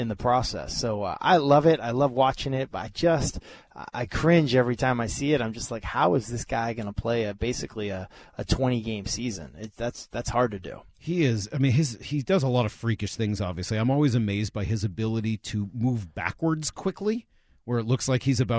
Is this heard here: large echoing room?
no